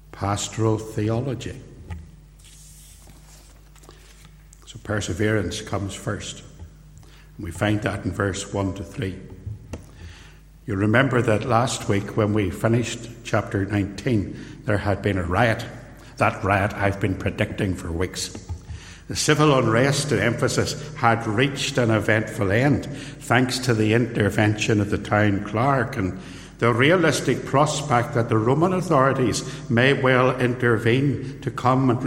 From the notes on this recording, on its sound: Recorded live at Templepatrick Reformed Church